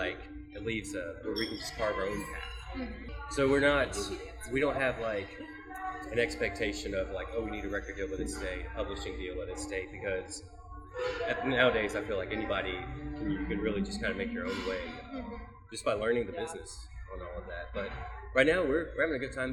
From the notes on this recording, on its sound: This episode was recorded at Frothy Monkey in Chattanooga, TN.